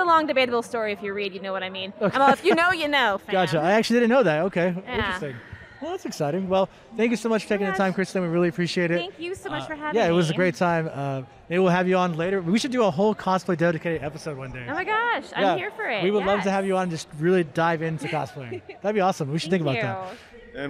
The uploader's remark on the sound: Live” at Fan Expo New Orleans.